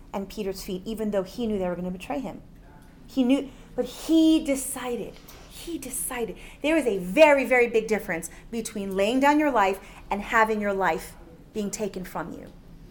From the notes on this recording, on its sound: From the Faithwalkers Conference 2023 seminar